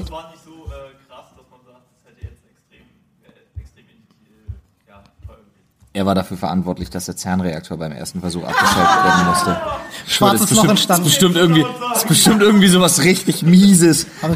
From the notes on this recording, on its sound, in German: Live von der MAG! Wir waren auf der MAG 2019 in Erfurt und haben LIVE mit euch eine Folge der Sprechstunde aufgenommen!